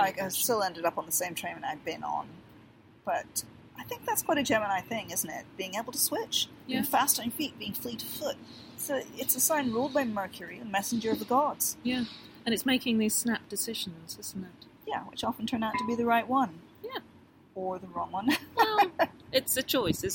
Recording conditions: sounds in the background